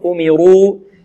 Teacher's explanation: وما أمروا الراء مفخمة لأنها مضمومة